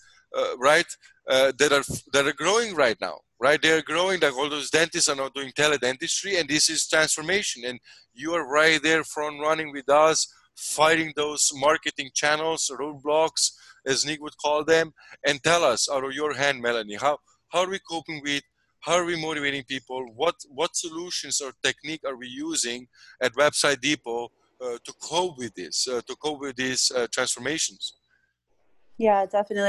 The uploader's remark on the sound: Zoom Happy Hour With The Team